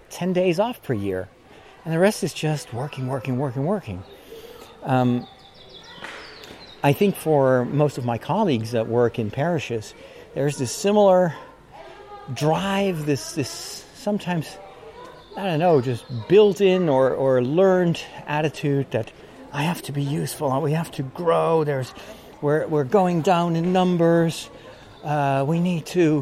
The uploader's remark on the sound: During my walk today, recorded in Burgers’ Zoo in Arnhem